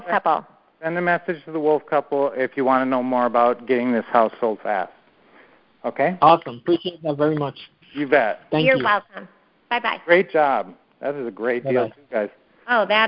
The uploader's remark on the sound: Q&A Call